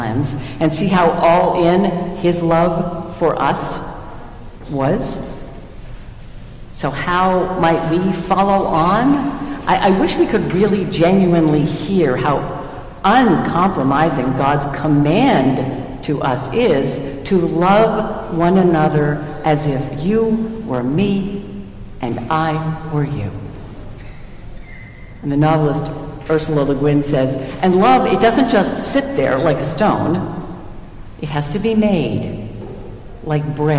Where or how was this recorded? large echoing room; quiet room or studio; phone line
large echoing room